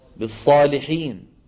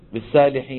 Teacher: بعض إخواننا العجم ما بيحسن يفخم الصاد · Shown in: first take